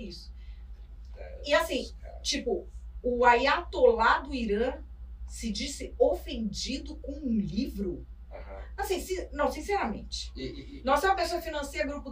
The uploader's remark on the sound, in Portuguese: Tivemos um pequeno problema na captação do áudio desse episódio.